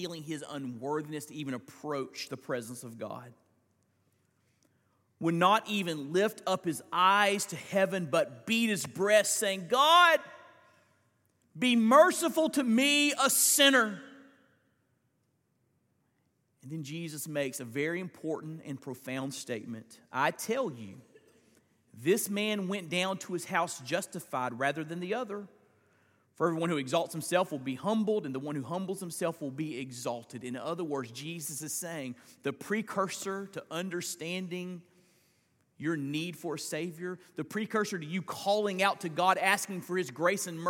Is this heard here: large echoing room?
yes